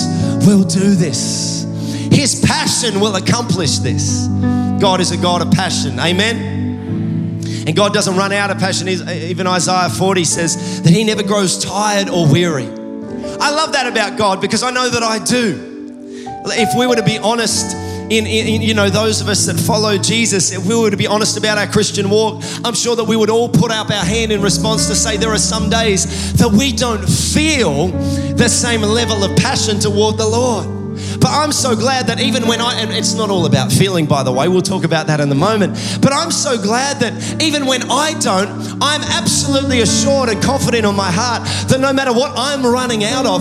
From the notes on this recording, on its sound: Recorded live at Planetshakers Church (Melbourne) on Sunday 17th of September 2023.